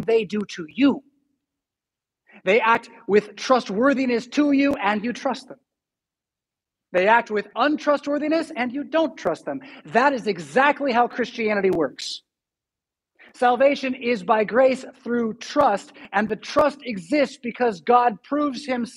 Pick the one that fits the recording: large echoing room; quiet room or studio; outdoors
large echoing room